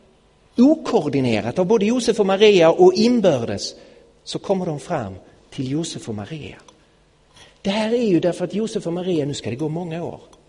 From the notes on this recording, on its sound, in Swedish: Inspelad i Betlehemskyrkan i Stockholm 2016-01-31.